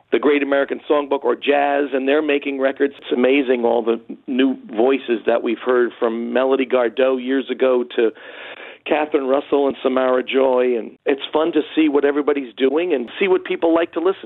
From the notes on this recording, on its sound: hopped on the phone with Jazz88